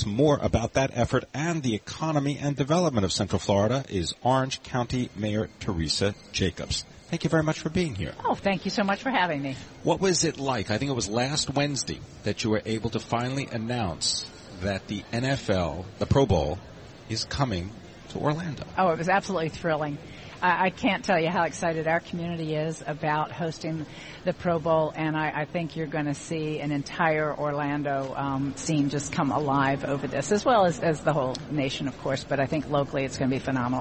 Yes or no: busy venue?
yes